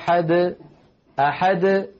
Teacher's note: فالدال وقلقلتها تخرج واضحة جلية · Term: القلقلة